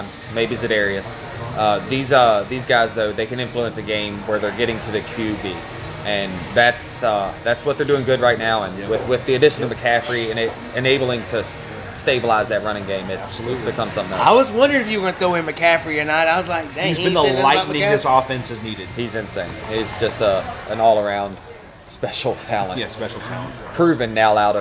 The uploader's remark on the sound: Live at Macados